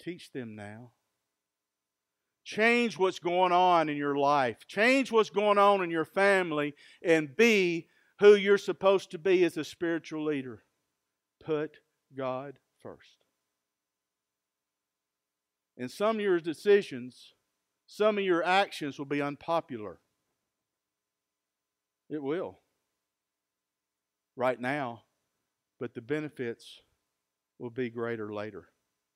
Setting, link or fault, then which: setting, large echoing room